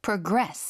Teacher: progress. 그렇죠. 완전 뒤쪽의 강세거든요.